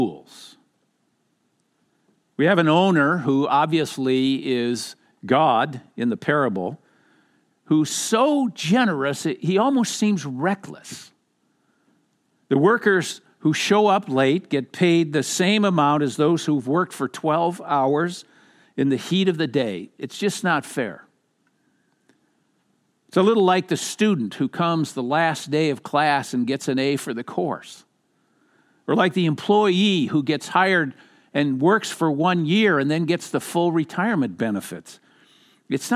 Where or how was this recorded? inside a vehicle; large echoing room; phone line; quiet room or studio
large echoing room